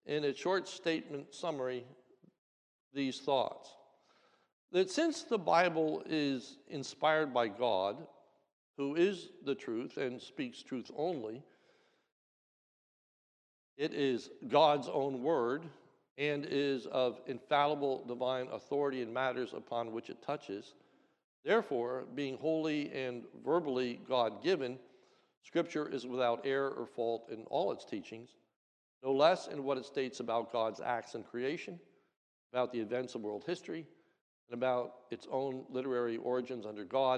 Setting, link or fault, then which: setting, large echoing room